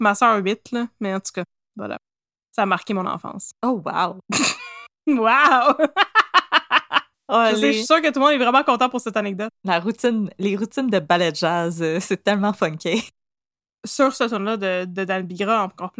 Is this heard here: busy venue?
no